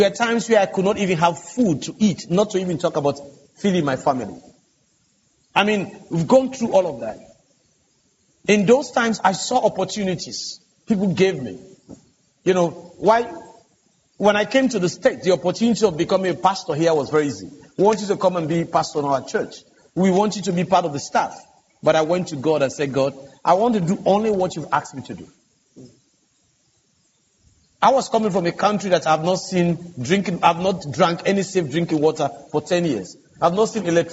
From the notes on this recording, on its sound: This episode features a clip taken from the Exponential 2020 Pre-Conference.